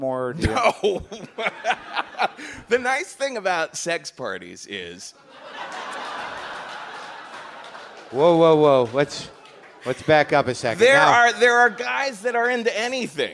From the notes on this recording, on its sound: It's live WTF from Brooklyn!